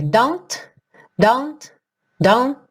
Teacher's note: Então pode ser don't, don't, don't. Então, você chega a colocar a língua lá no céu da boca para fazer o T, mas não necessariamente tem t, t, o som · repara que você não vai ouvir o T do don't · Term: consoantes oclusivas